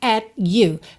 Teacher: esse T do at vindo só para encerrar o som da vogal A